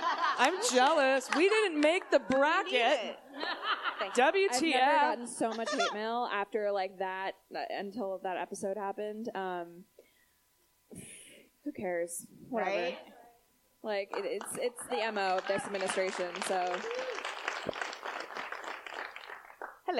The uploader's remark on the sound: Live from DC. We're live this week from The Miracle Theatre in DC!